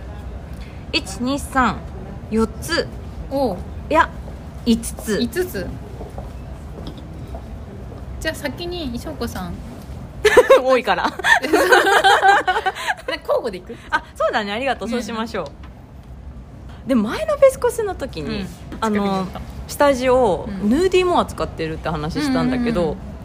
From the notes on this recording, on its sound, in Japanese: カフェでの録音なので環境音たっぷりでお届けします。